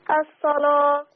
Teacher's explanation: صاد مفتوحة ورش يغلظ اللام